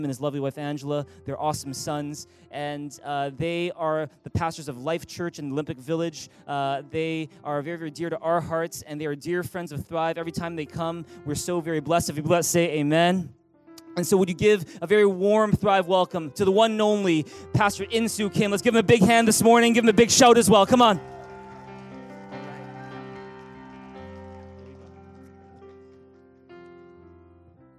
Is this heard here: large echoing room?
yes